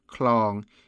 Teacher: Here, K-H represents the sound of kho khwai, which is pronounced with an aspirated k sound, similar to kho in Thai.